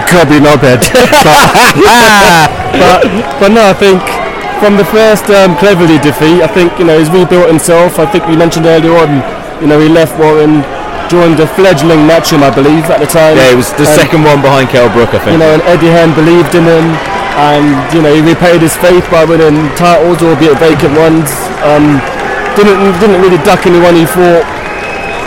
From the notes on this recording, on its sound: Live from Usyk v Bellew.